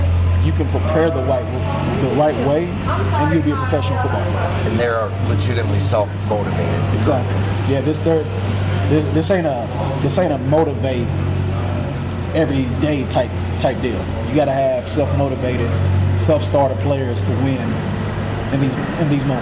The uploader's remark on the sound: Here is some sound from the Bengals locker room.